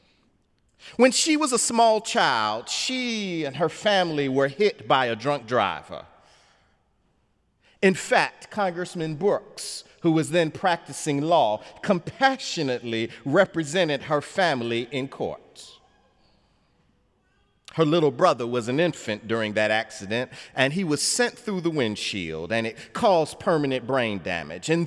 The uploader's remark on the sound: sermon on The Fourth Sunday of Easter, Sunday, May 7, 2017 in the Memorial Church